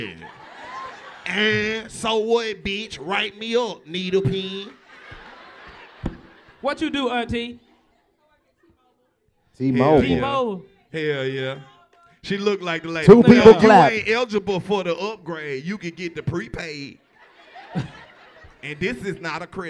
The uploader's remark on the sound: Light up Nashville with a fiiiiiiire live podcast from Zanies Comedy Club. If your in the front row at a live podcast - you getting roasted by the best roasters in the game but its all love!